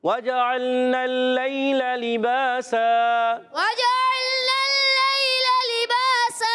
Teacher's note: لباسن وف کرنے میں لباسا ہے، لام کے نیچے زیر، اس کو بھی نہیں کھینچنا، مگر با الف زبر با ایک الف کھینچنا یاد رکھنا ہے کیونکہ الف مدہ ہے تو ایک الف کھینچیں گے. دو زبر کی تنوین کو الف سے بدل دیں گے · Term: وف بل ابدال مع الف